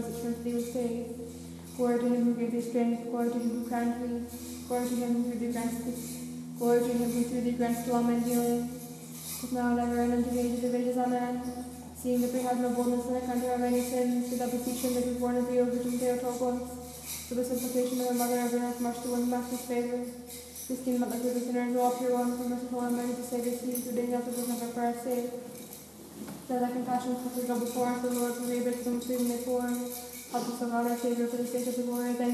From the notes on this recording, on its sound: A private recording of the Divine Liturgy at St. Nicholas Orthodox Church in McKinney, Texas.